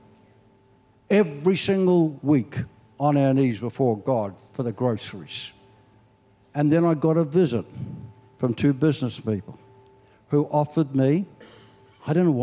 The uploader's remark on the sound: This message was recorded at C3 Powerhouse Sunshine Coast in July, 2023.